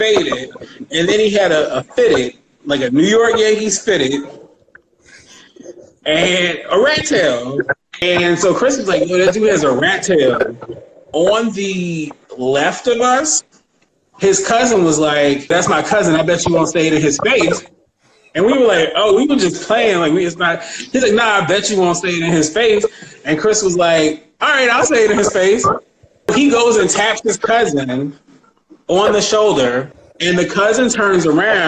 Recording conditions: video call